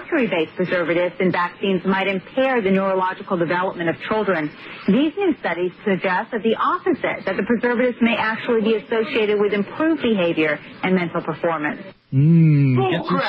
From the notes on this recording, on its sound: we take phone calls from listeners